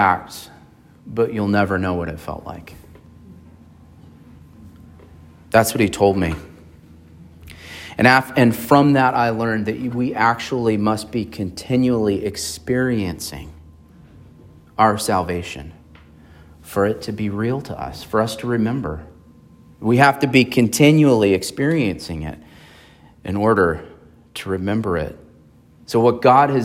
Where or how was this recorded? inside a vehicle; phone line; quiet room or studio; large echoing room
large echoing room